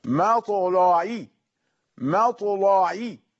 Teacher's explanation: يعني لا تجعل العين مفخمة